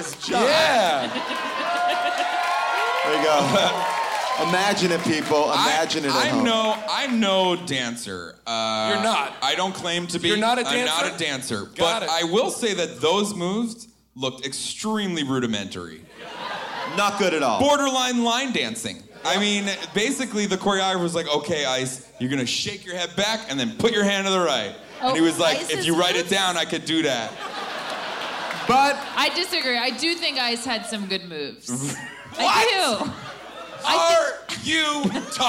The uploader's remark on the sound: LIVE from Irving Plaza in New York City